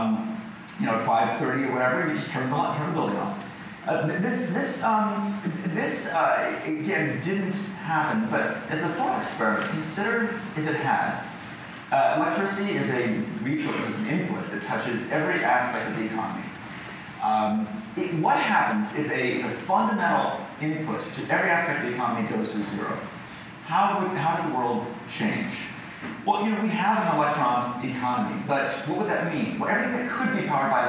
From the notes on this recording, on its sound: Recorded at Vidfest, in Vancouver, Canada